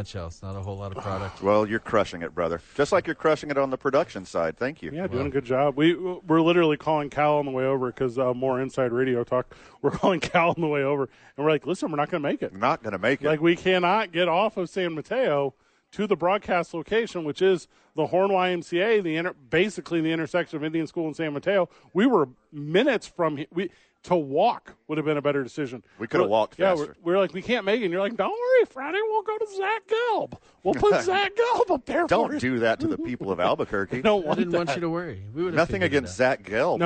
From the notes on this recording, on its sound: Live from the YMCA.